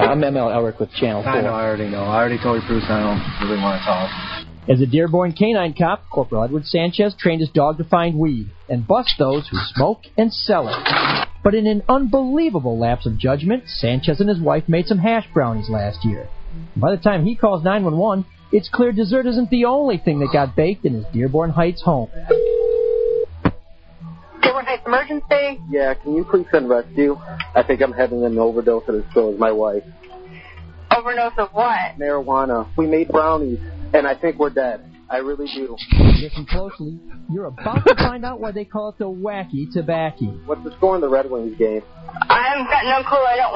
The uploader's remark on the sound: Personal Prank Phone Calls Collection.